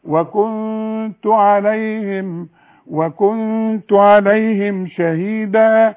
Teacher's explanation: كل نون يا اخوانا بدون تشكيل، ما اضربش لساني في حلق بقي ابدا، ما اقولش وكنت، لازم اغنها واخفيها، اقول وكنت عليهم شهيدا.